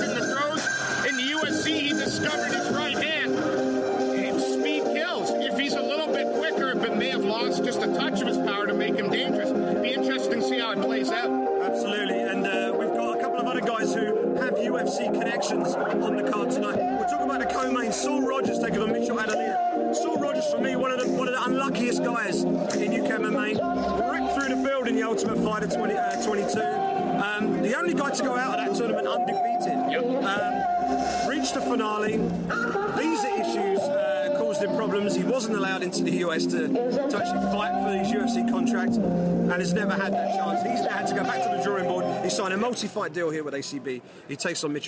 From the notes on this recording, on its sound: Live reaction from cageside at the SSE Hydro for ACB 47: Braveheart.